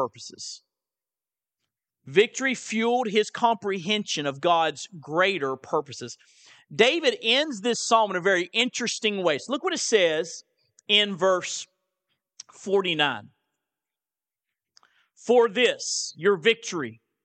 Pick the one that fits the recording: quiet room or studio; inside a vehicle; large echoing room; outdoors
large echoing room